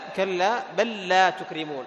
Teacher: جاءت اللام الأولى ساكنة فأدغمت في اللام الثانية المتحركة · Term: المتماثلين